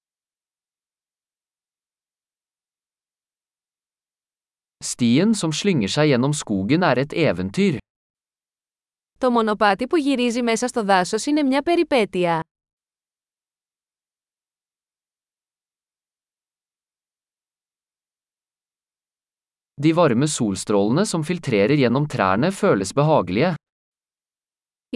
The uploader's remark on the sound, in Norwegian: Lyden av den ravende bekken er terapeutisk.